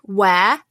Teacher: the word where, we almost don't say the R. Like, it's an open-ended vowel sound, where. It's really hard for an American to replicate that because where has such a hard R sound.